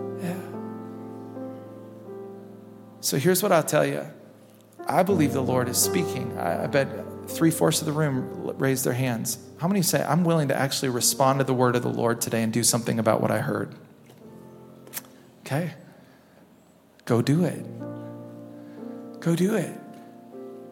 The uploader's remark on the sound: Recorded at Hope Church in Springfield, MO.